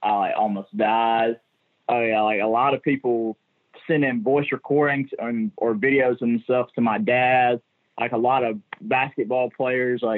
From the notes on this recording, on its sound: on the Modern Woodmen phone line